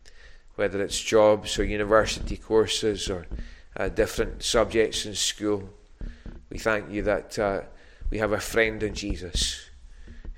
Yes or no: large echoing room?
yes